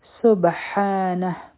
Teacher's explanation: ټایم به ورکو د سین لپاره به خپله ژبه تیاره کړو سبحانه په با باندې به قلقله کو او دا اصل کې سبحانه هو لیکن په ها به سکون